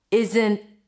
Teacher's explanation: But if you want to challenge yourself, try using a held T after an N, which is basically you're releasing air through the nose, the tip of the tongue is touching the upper palate, and then you're blocking it abruptly. You're no longer releasing air, and that is the T.